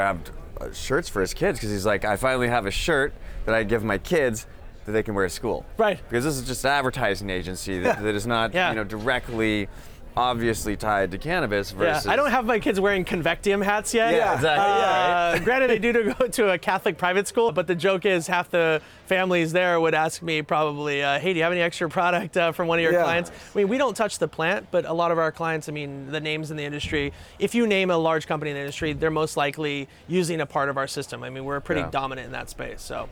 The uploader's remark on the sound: Live from New West Summit